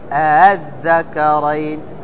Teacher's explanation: وجه التسهيل أنك تنطق الهمزة الثانية بين يعني بين الهمزة وبين الألف، بين همزة وبين ألف، فتقول أذكرين.